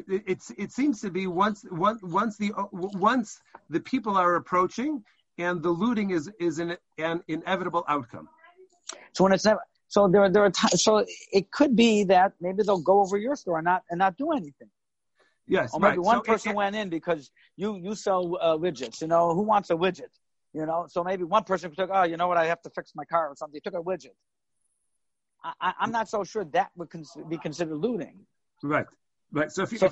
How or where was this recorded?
video call